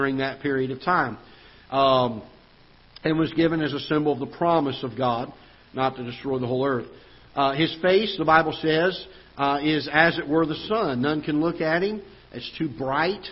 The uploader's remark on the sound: Ketha Heights Baptist Church ~ Live Broadcast.